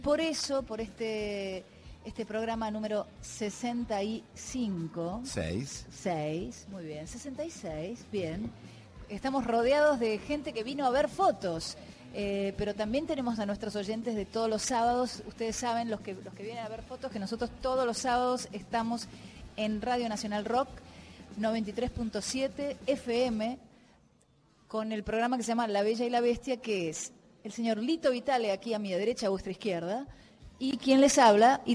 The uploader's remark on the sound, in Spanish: Transmisión especial en vivo de Nacional Rock desde el Palais de Glace en Buenos Aires.